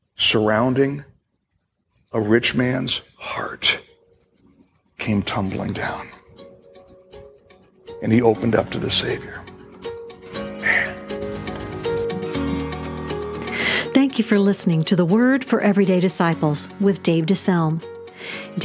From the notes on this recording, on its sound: Originally recorded July 2, 2018, at Fellowship Missionary Church, Fort Wayne, IN.